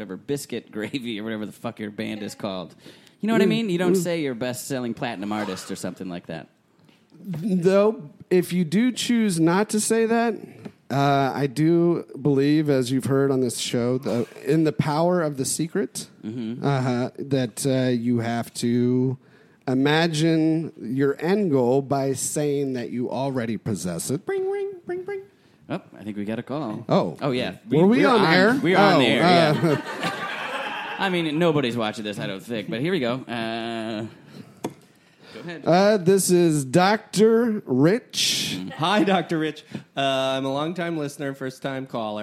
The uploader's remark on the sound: Recorded Live with Chinese Menu Comedy.